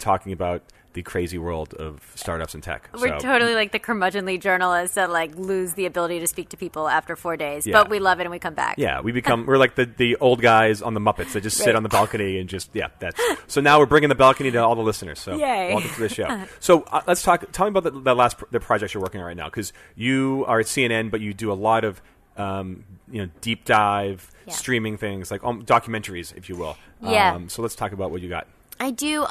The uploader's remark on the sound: recorded at WebSummit in Portugal